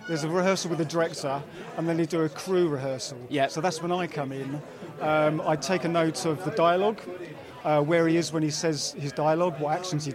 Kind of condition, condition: setting, busy venue